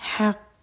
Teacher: قاف پر شدہ بھی ہے اور قاف ہیوی لیٹر ہے تو سب سے اسٹرانگ قلقلہ ہوگا